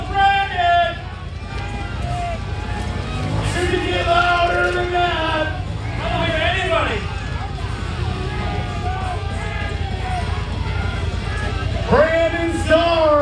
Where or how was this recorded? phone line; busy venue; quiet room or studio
busy venue